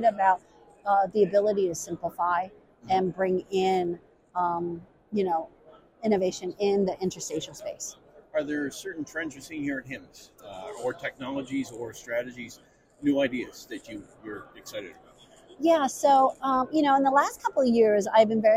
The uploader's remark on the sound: On the HIMSS 2023 Exhibit Hall floor.